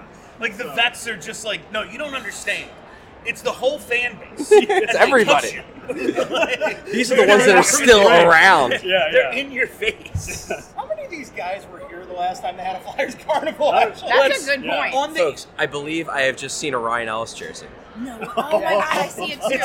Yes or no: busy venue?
yes